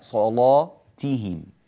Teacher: التاء مكسورة، بداية التاء عندك فيه تفخيم